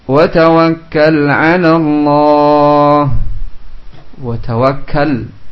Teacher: Wa tawakkal lam sukun menghadapi ain, sehingga dibaca izhar